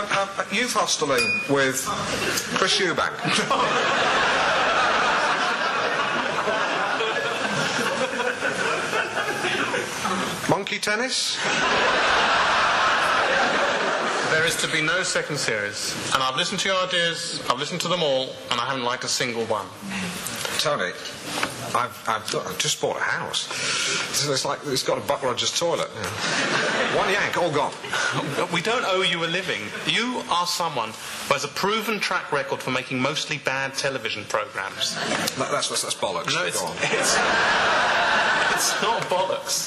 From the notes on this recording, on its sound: Recorded Live At Belfast Media Festival.